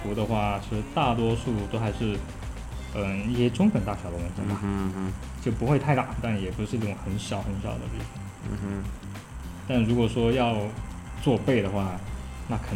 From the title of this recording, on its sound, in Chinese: 这是一期边纹身边录制的节目